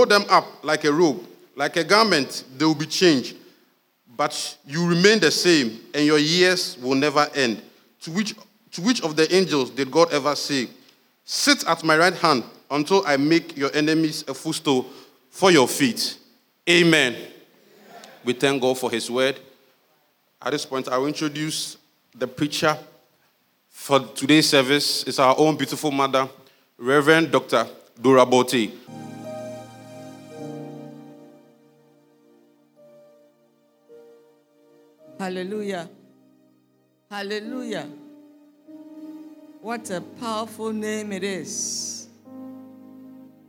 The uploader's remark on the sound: Sermon preached at CBC Shiashie Campus